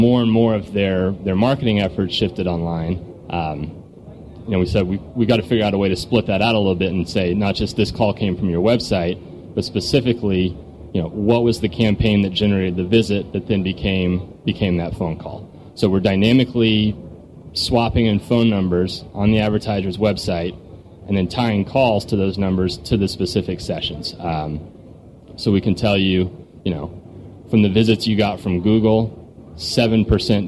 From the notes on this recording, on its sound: On Location from SES San Jose 2009